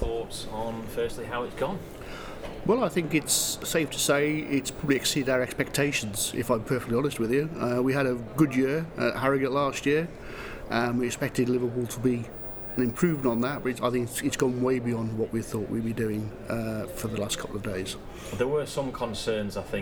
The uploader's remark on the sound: Live broadcast from the Federation of Petroleum Suppliers' annual expo 2016 at the Exhibition Centre Liverpool